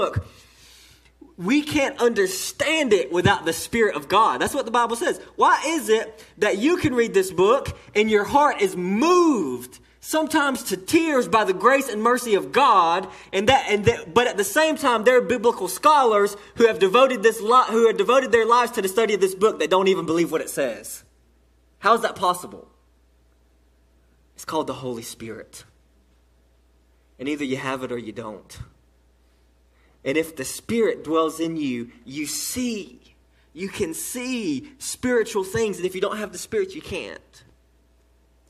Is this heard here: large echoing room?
yes